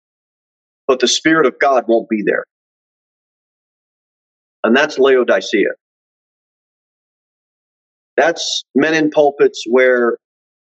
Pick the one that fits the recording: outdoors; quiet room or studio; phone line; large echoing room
large echoing room